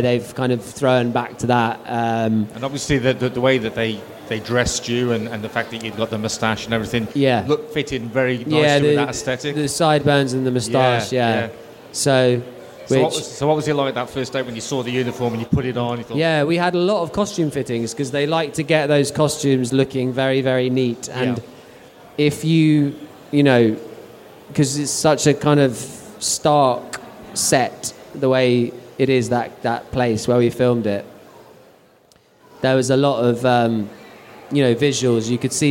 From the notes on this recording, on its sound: Making Tracks LIVE at London Film and Comic Con 2023. Fantha Tracks returned to the Star Wars Zone at London Film and Comic Con for the fourth time and recorded four episodes of Making Tracks LIVE across the weekend.